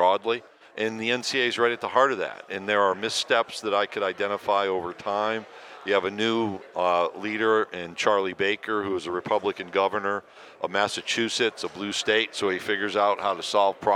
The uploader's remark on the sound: joins us live from SEC Media Days